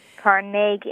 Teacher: Yes, and if you go to his little hometown in Scotland, that's what you'll hear again and again. Carnegie, accent on the second syllable. With more of an A than an E.